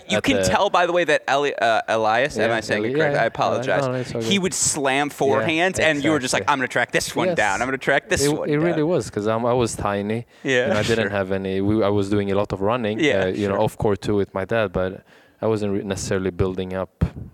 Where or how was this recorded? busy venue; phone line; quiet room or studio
busy venue